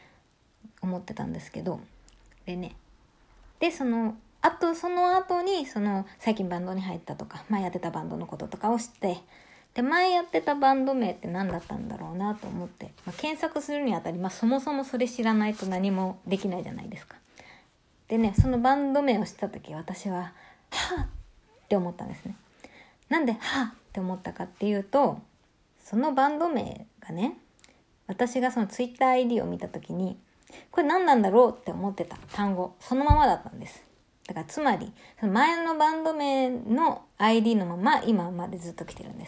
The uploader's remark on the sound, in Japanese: なんでか雑音が入ってしまって切ないです。自分に向けて3回に分けてまで録った。